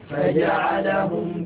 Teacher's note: الفاء من بطن الشفة السفلى مع أطراف الثنايا العليا